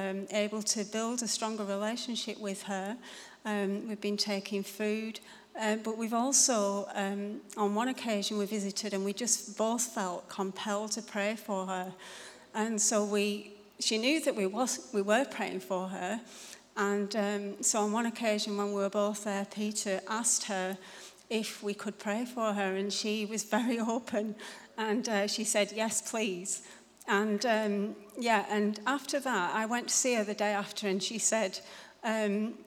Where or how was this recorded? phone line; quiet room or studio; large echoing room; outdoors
large echoing room